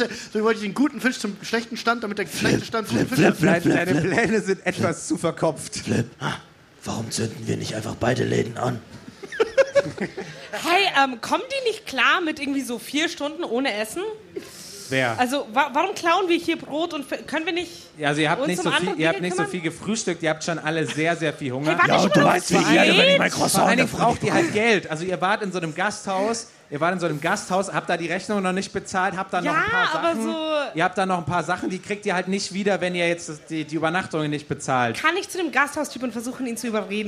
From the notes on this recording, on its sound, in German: Live vom Geek Festival. Startet Münchens prominentester Pen-and-Paper-Podcast seine erste Live-Show vor Publikum.